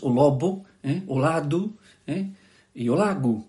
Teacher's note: non se relaxa, non se fricativiza · Term: oclusiva sonora